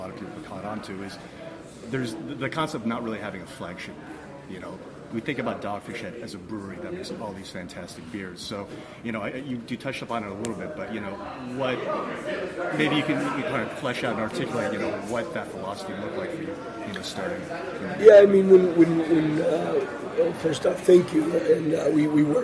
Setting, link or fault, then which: setting, busy venue